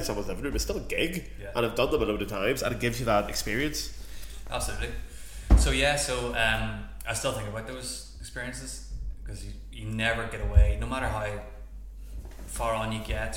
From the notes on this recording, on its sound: I'm back home in sunny (yes, really!) Belfast. Thanks to the sound people at the Sunflower Public House, I've been able to use their stunning venue to welcome another guest to the pod. Sat down over a few pints.